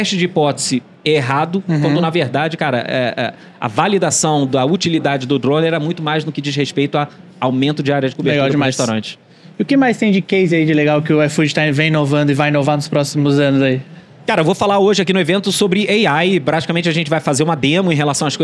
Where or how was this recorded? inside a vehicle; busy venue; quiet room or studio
busy venue